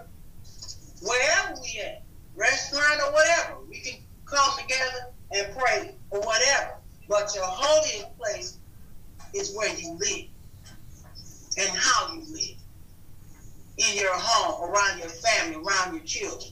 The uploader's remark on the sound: Please forgive the background noise. There was a family emergency phone call taking place.